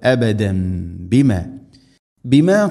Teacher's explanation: തൻവീന് ശേഷം ബ തൻവീനിനെ മീമാക്കി മണിച്ചുകൊണ്ട് ഉച്ചരിക്കണം. · Term: ഇഖ്ലാബ്